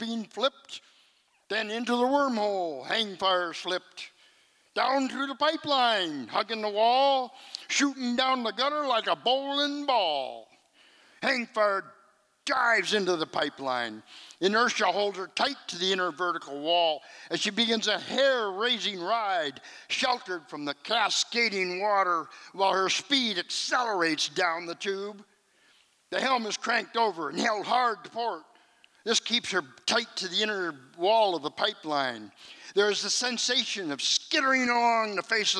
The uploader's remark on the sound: performance was recorded at the Liberty Theatre on Friday, February 24th, 2023